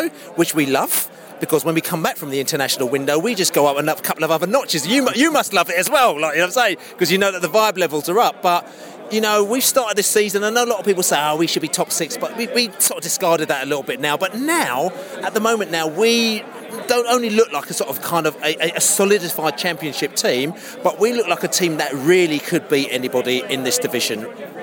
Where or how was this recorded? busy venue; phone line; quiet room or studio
busy venue